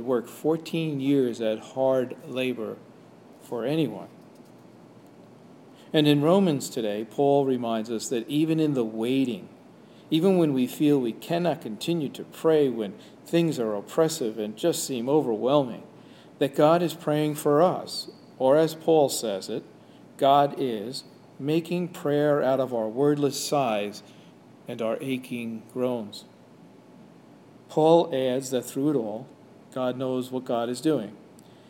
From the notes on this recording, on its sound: Sermon/Homily delivered at Jan Hus Presbyterian Church and Neighborhood House